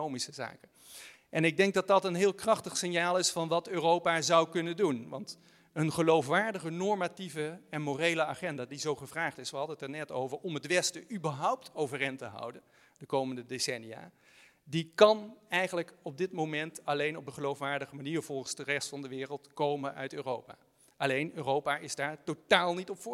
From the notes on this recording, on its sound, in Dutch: live vanuit de Stadsschouwburg Amsterdam